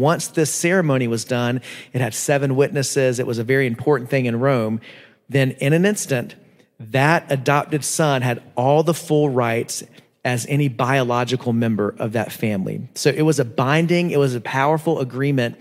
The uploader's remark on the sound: preached at Living Steams Church in Phoenix, AZ